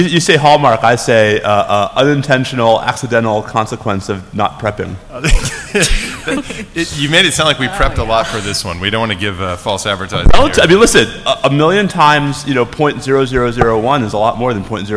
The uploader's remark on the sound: We recorded this one in front of a large live audience at the Annual Review of the Field conference run by the ABA Standing Committee on Law and National Security.